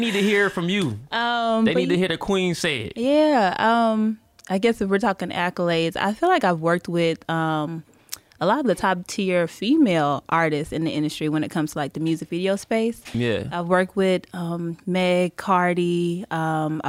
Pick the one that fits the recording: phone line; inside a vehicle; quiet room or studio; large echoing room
quiet room or studio